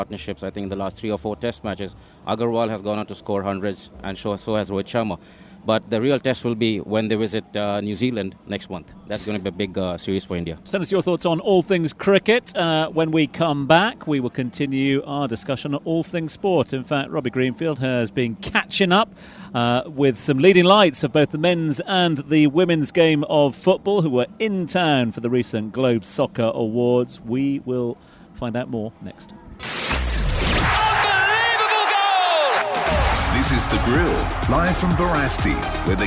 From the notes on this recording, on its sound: From the rooftop garden of Barasti